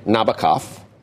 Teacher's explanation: The accent that's on the last syllable.